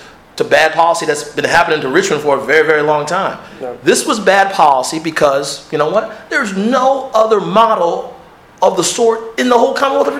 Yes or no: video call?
no